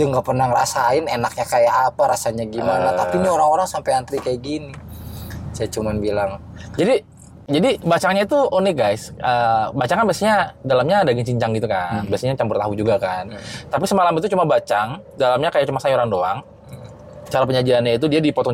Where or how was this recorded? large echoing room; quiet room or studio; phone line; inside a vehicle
inside a vehicle